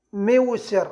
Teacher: تقلب الياء واو، وذلك إذا وقعت الياء ساكنة بعد ضم